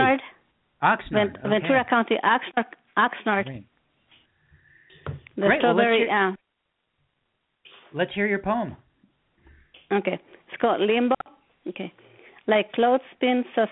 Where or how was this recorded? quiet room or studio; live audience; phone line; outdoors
phone line